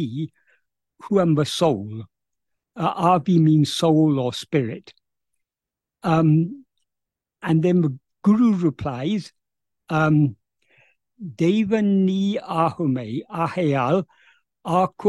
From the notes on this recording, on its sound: In a Zoom meeting with Sri Ramana Center, Houston, on 2nd September 2023